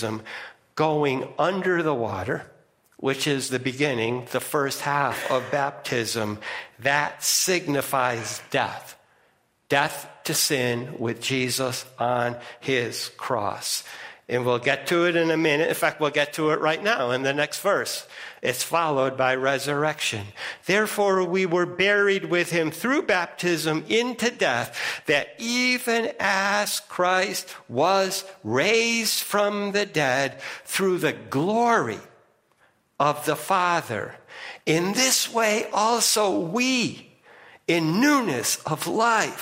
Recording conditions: large echoing room